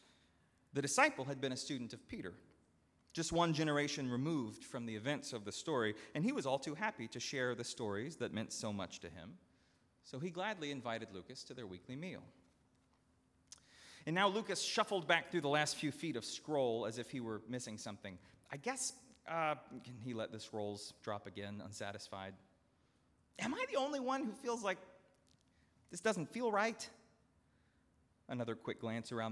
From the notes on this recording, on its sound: At Northminster Church on August 25, 2019.